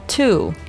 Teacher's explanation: 注意它的这个元音是一个 u 的音，不是中文的乌鸦的呜的音啊